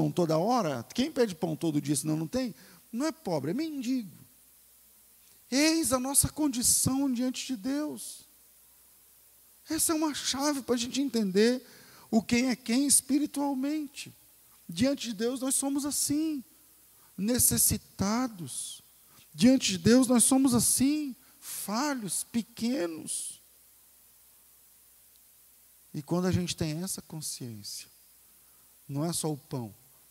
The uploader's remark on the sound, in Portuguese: Culto ao vivo.